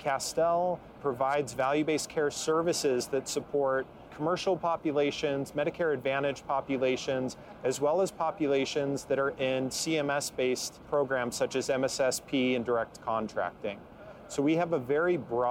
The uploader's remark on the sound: Recorded on location at HIMSS21 in Las Vegas.